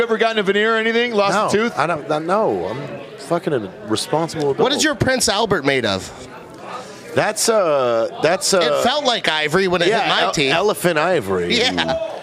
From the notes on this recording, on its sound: at the 2023 Drinkin' Bros Christmas Party